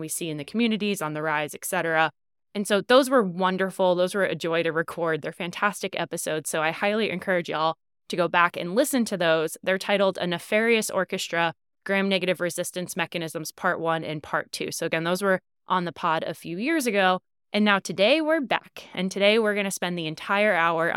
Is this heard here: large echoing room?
no